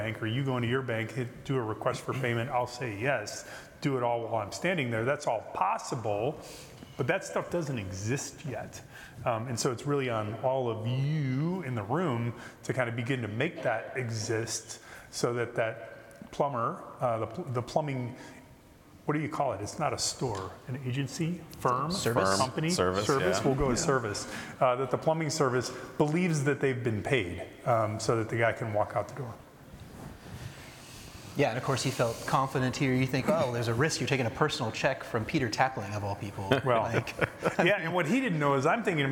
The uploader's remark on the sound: Recorded at ePayResources' ePayConnect 2023 in Orlando, Florida